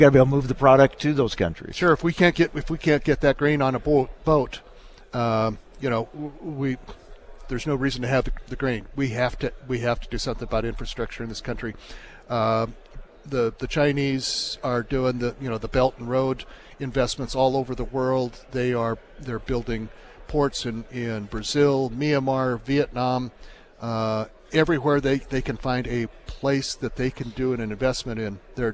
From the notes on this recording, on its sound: from the National Ethanol Conference in Houston